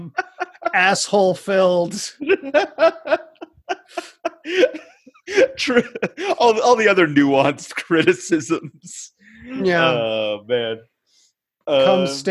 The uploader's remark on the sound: the audio here is taken from our Zoom call, so the quality is somewhat diminished